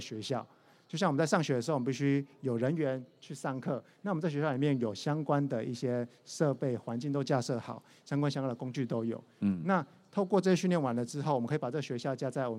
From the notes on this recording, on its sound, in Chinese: 本集節目於2022年「台灣國際智慧製造系統整合展（TIIM）」展期間錄製